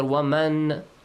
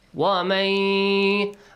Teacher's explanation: Noon is a skip, mim is merged with the ya. · Shown in: second take · Term: idgham